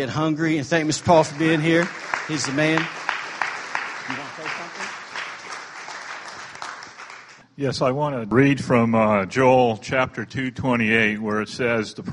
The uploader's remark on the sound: recorded during Sunday morning worship on June 25, 2017 at Celebration Life Family Church.